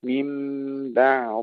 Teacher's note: نأتي باستطالة الضاد مع تسكينها ورخاوتها